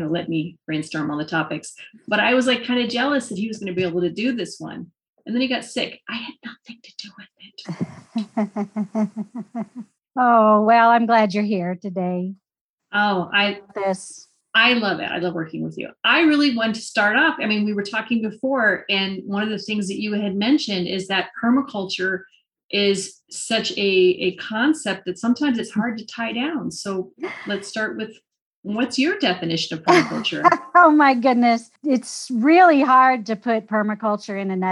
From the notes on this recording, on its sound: Has a relaxed conversation in a Zoom room with a special guest. They answer questions from the live listening audience.